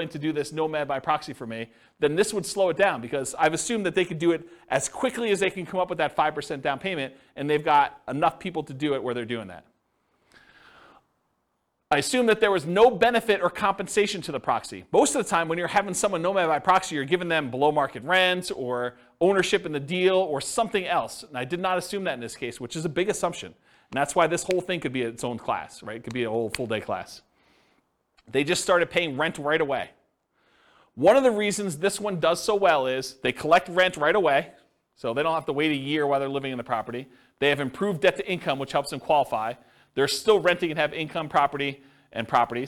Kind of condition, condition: setting, live audience